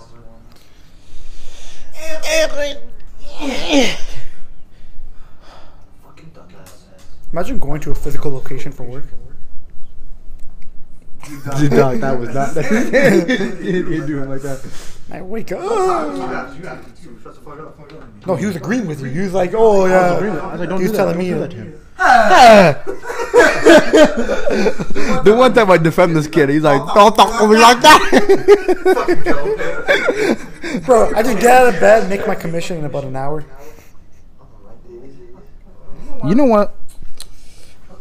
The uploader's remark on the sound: There was a problem with the mic, so work with us on the audio.